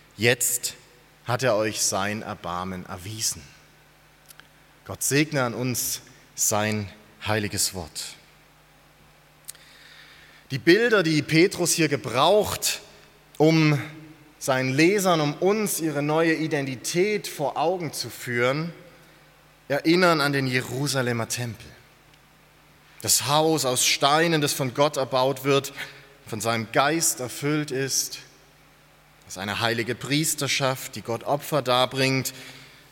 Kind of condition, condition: setting, large echoing room